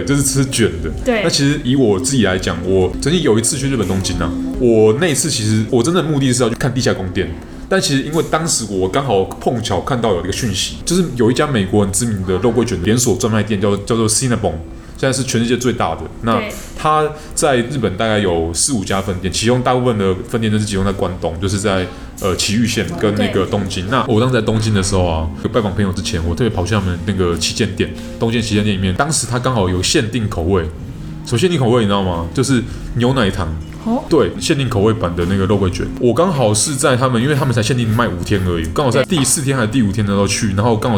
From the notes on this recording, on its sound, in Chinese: 本集白噪音指數：微風級 2/5。錄音地點： Boulangerie Ours。